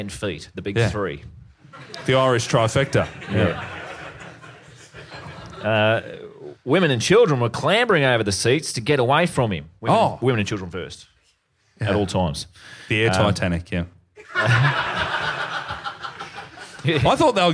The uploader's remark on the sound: LIVE IN PERTH. MFB HQ heads out to the wild west for their first ever live Perth show. They are joined by two special live guests!